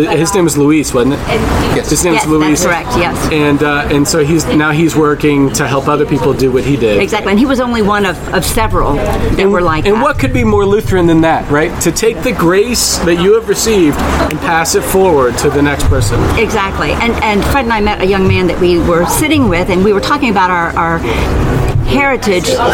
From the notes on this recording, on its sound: Live from Costa Rica! A live podcast on the streets of San Jose, Costa Rica.